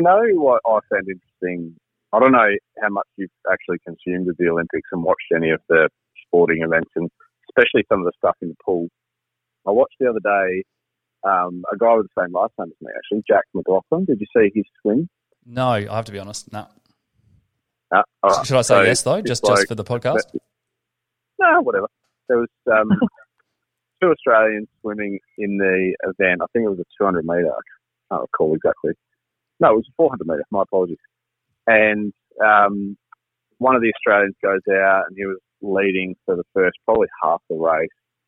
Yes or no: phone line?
yes